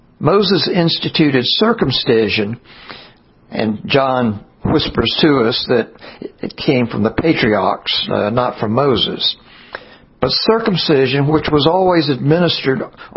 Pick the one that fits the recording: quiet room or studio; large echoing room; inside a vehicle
large echoing room